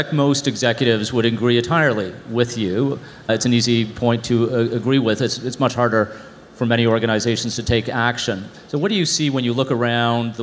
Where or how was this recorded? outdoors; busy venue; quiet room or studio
busy venue